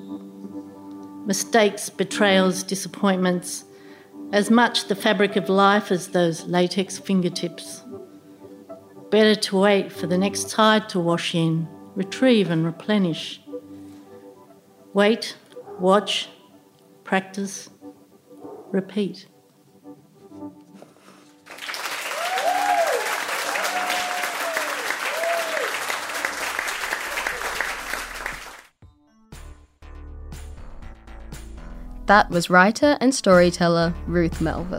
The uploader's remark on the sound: A live storytelling event we put on with Word Travels for their 2023 Story Week